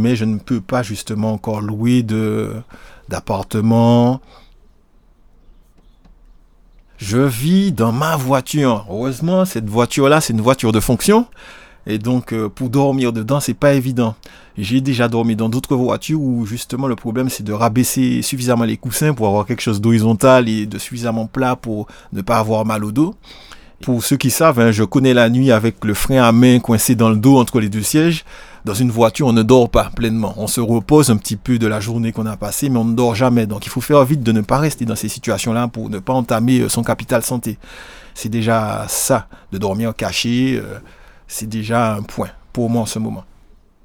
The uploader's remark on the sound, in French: Campement Sonore, c’est ce dispositif de recherche et de créations, sorte de bureau d’enregistrement mobile, qui nous permet de nous installer devant les bains-douches plusieurs jours ou semaines durant.